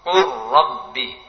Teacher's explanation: Qurrabbi hilang total lamnya, sudah hilang, langsung masuk ra. · Term: idgham